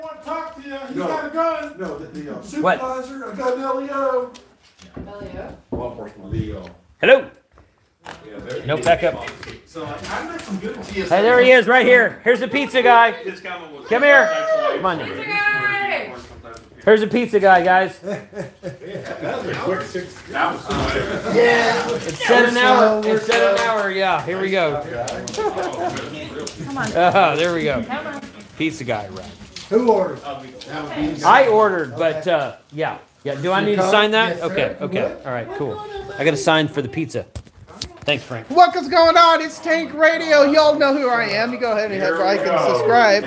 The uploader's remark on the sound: LIVE! from the After Field Day Event!